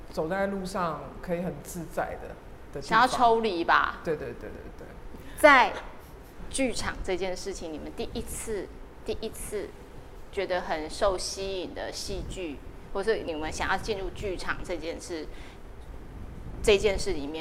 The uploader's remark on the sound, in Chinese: 在BAZAAR Taiwan 30週年的舞台上